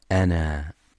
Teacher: تحذف لفظا عند الوصل وتثبت مدا طبيعيا عند الوقف